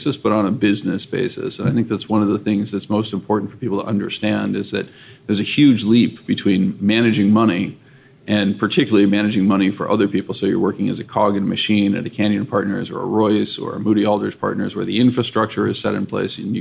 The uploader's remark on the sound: In a first for the Flirting with Models podcast, we recorded this episode live at the ETF Exchange in Miami in early April 2022.